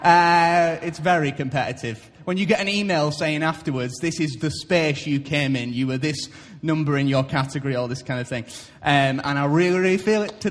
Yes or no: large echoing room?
yes